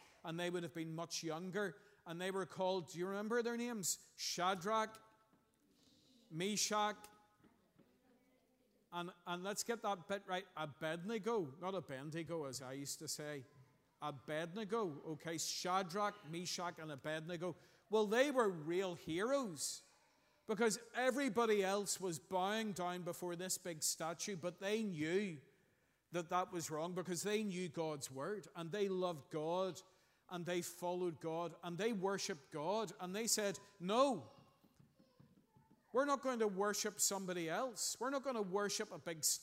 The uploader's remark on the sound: Sunday 11th June 2023 morning service. At our Children’s Day.